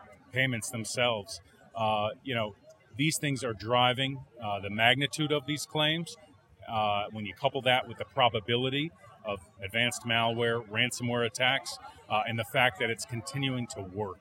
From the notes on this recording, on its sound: Live from RISKWORLD 2023.